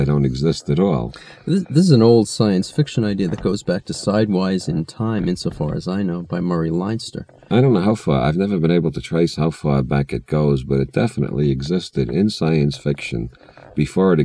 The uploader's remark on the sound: Recorded in a car in the Santa Cruz mountains during a rainstorm. Digitized, remastered and edited in May, 2023.